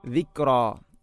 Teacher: കാഫിന് ഖൽഖല ചെയ്യരുത്, ദിക്റാ എന്നാണ് പറയേണ്ടത്.